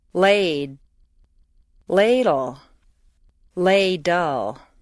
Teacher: For the D, you hold the air in, the same as for a final D. Then for the L, you release it around the sides of the tongue.